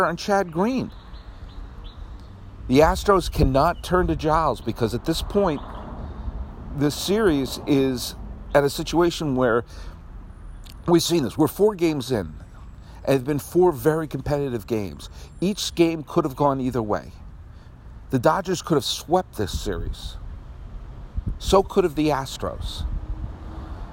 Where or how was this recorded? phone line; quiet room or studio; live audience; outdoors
outdoors